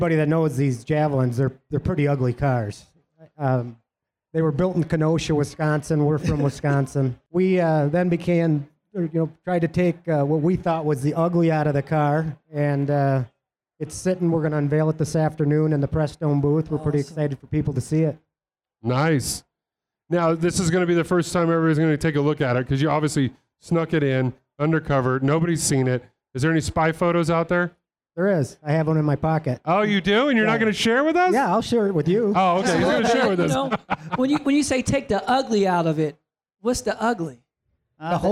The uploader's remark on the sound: recording it live from the 2017 SEMA Show in Las Vegas